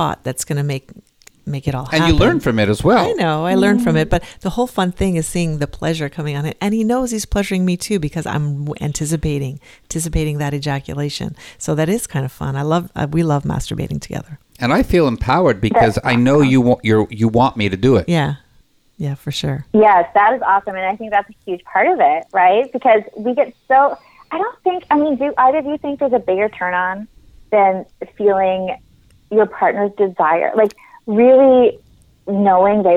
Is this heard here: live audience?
no